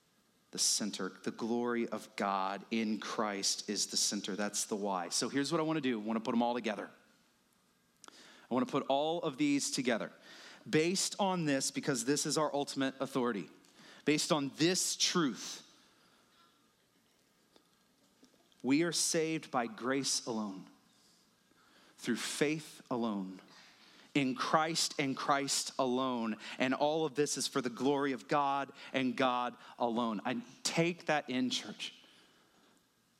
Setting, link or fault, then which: setting, large echoing room